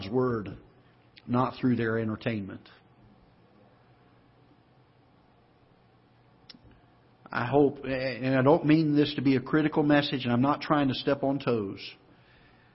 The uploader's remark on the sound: Ketha Heights Baptist Church ~ Live Broadcast